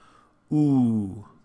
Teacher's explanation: when we say oo, you can feel the back of your tongue lower so that it's much more open on the inside. And that's the main thing about that vowel sound, is really getting it nice and open.